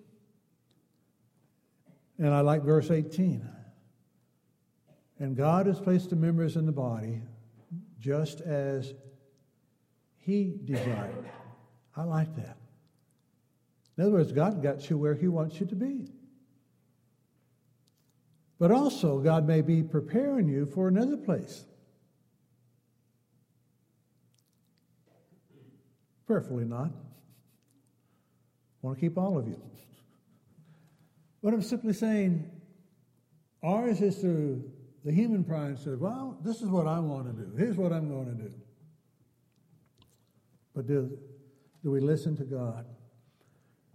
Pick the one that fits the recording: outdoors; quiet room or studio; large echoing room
large echoing room